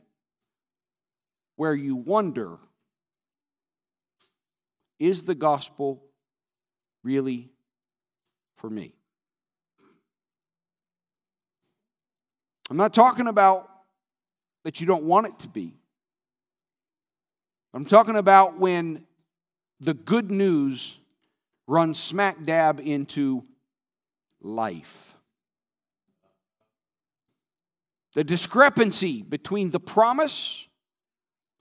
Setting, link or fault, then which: setting, large echoing room